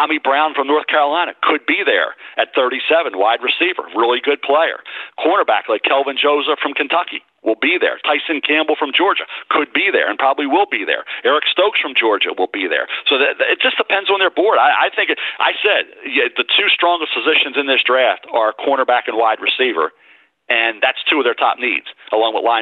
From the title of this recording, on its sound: NFL Draft Conference Call